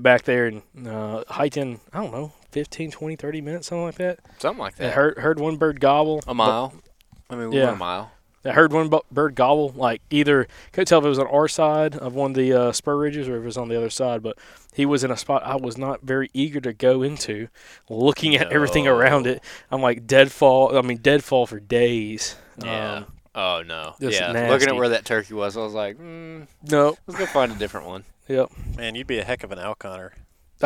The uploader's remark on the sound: Live from Turkey Camp